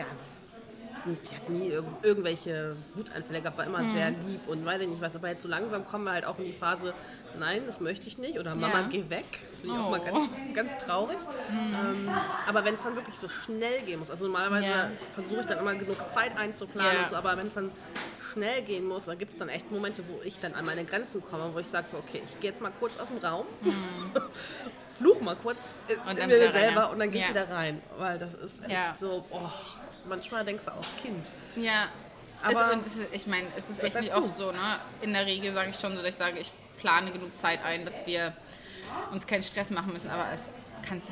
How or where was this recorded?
busy venue